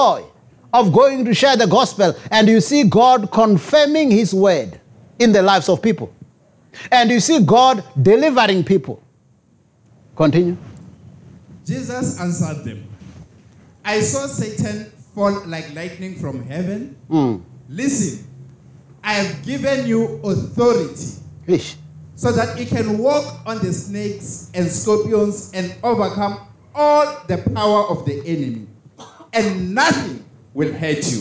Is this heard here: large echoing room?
yes